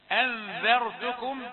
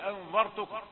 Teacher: أنذر يعني هات حركتين ذاء مرققة وراء مفخمة · Shown in: first take